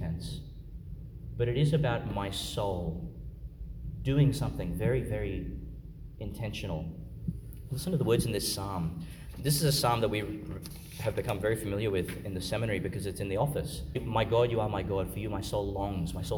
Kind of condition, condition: setting, large echoing room